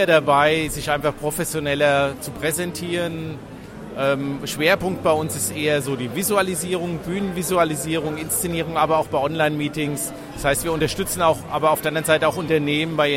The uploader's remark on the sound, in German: Live von den Digital Heros 2019.